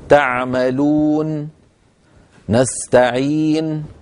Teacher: مد العارض للسكون حركتين معناها ما مددنا زيادة عن الطبيعي، إذن كأن السكون الذي جاء في النون تعملون، هذا السكون كأنه ما جاء. · Term: المد العارض للسكون